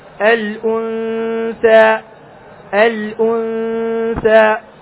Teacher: الغنة مرققة لا تكون مفخمة، مثل الأنثى الأنثى، ما تقول خطأ، الأنثى، تكون الغنة مستفالة على حسب الحرف الذي بعدها، على حسب الحرف الذي بعدها.